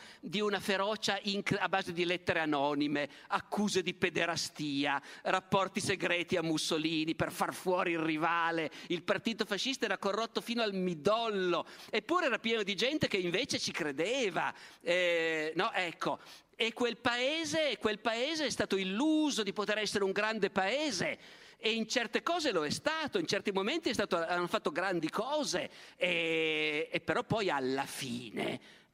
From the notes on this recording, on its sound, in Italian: Palmanova, 2022. Evento tenutosi in occasione del "Dialoghi - Festival itinerante della conoscenza".